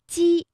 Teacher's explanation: 是舌面音，它的最大特点是中部要隆起，舌尖要放松